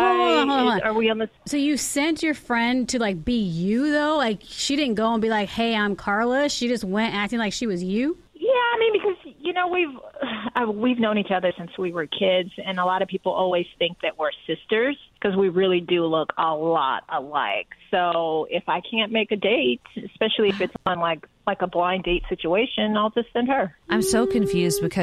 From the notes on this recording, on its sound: on the phone